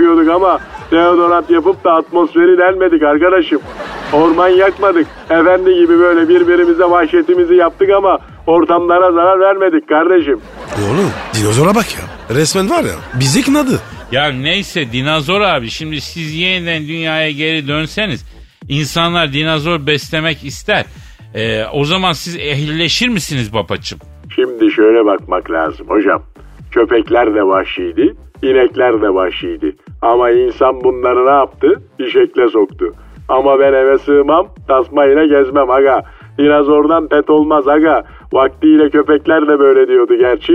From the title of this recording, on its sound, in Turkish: telefon görüşmesi